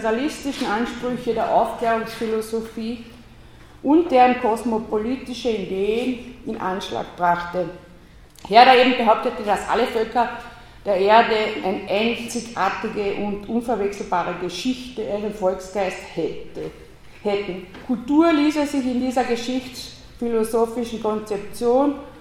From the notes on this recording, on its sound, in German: Ringvorlesung im WS 2016 Vortrag